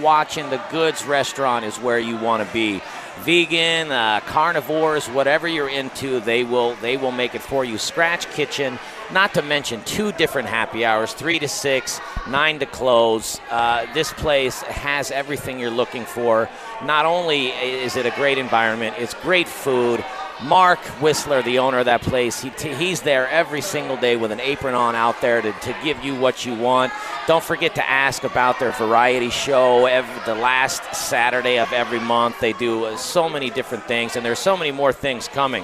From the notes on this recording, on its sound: Live from the Micro Brew Fest and Crafty Fox Tap House and Pizzeria!